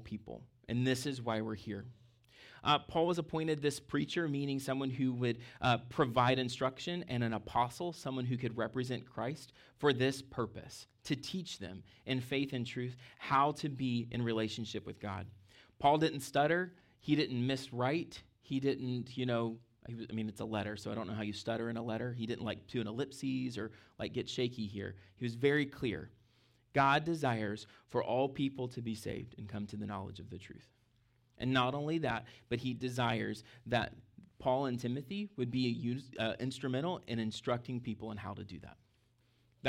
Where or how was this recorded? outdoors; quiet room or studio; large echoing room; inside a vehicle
large echoing room